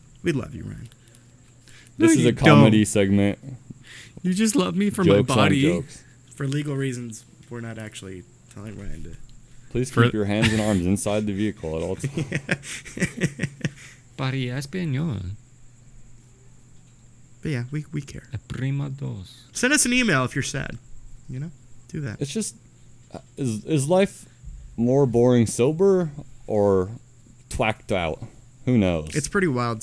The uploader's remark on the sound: We outside on this one and a storm’s a brewin’.